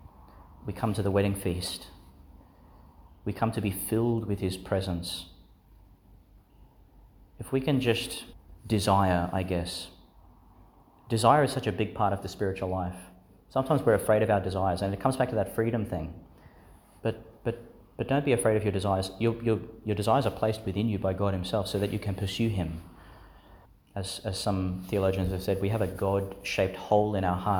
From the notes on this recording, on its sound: delivered in St Agnes Church, Agnes Waters, Qld.